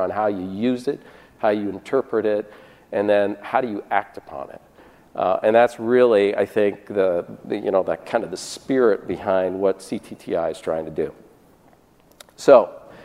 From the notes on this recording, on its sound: This session was presented at the 8th annual DPharm conference in September 2018.